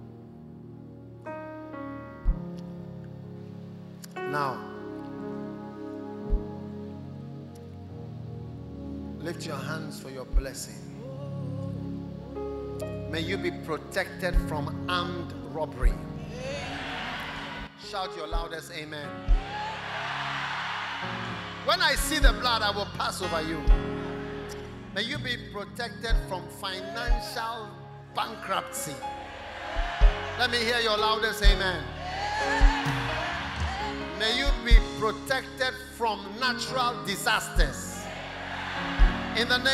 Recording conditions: large echoing room